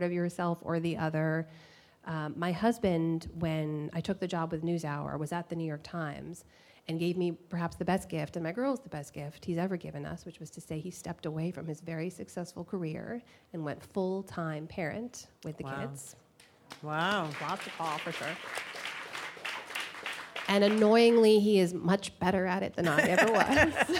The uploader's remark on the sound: before a live audience